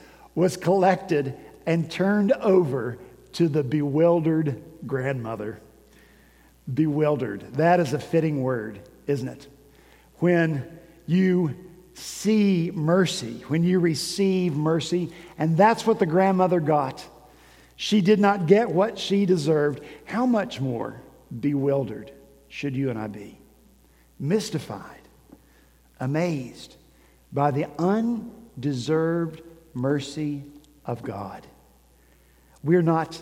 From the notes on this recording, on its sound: At Redeemer Presbyterian Church in Charleston, SC